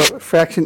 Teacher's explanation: So this is another assimilation. It's an assimilation in voicing of the final consonant of the root to the voicelessness of the ending.